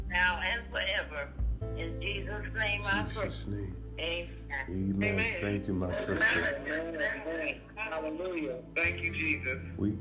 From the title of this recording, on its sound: Conference Call